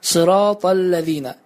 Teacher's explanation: baxmayaraq ki, ləm hərfinin üzərində şəddə var, lakin ləm hərfi çox uzadılmamalıdır və onu uzatmaq düzgün deyil. · Term: ləm hərfinin şəddəsinin